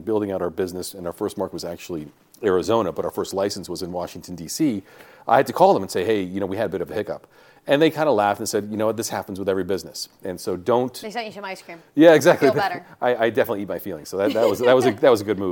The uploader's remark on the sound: live from MJBizCon in Las Vegas